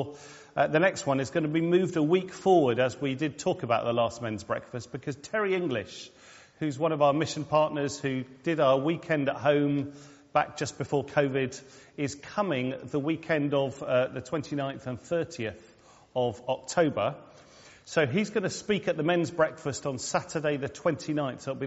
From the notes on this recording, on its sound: All Saints All Age Harvest Service. Recorded at the 10:00 service on Sunday 9th October at All Saints.